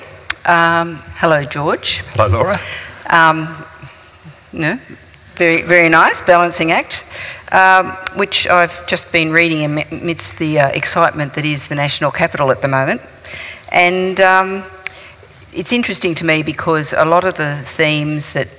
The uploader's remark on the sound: This is a live recording from our event.